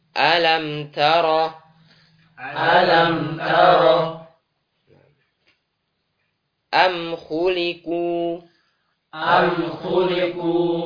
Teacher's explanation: Maka mim dibaca dengan jelas di sini, izhar. · Term: izhar syafawi